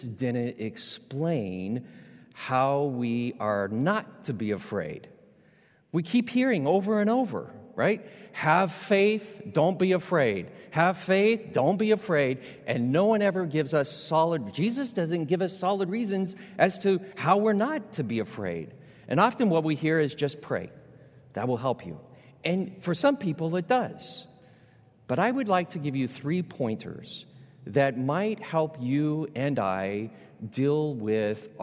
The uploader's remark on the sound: Recorded live at Beatitudes Church in Phoenix, AZ.